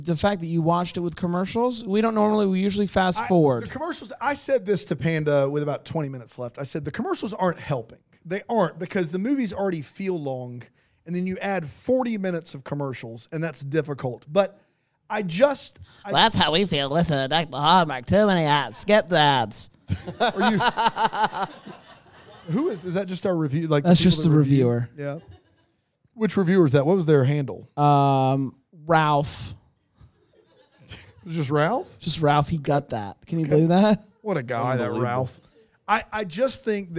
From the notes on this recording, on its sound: LIVE FROM BRAMBLE FEST